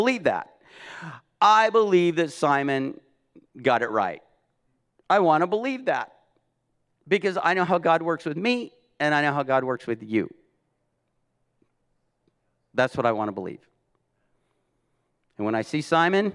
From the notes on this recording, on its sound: This message was recorded at a Sunday service on May 1, 2022